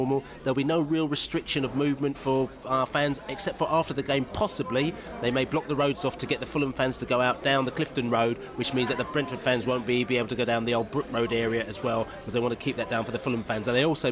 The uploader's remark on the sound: Pre-match podcast from the pub. Fans in the pubs discuss MK Dons and Hull matches.